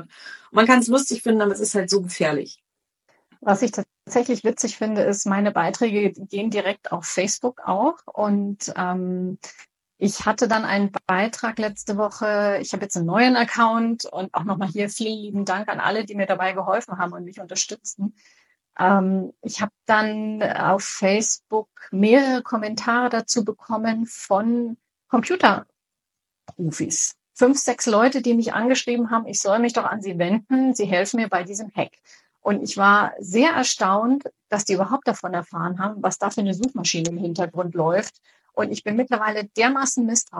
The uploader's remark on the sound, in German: Zur Qualität der Tonaufnahme: Dieses Mal ist es ein Instagram-Live-Interview gewesen